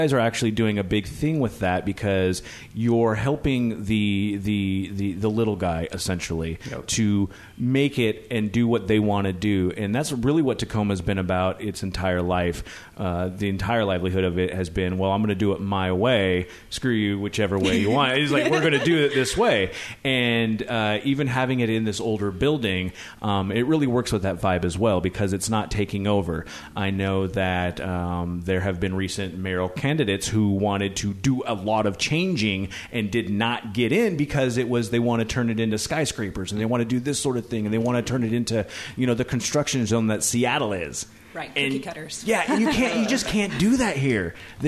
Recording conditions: busy venue